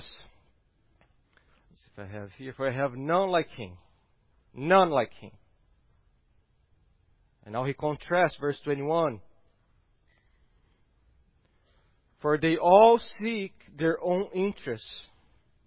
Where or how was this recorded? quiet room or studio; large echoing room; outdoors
large echoing room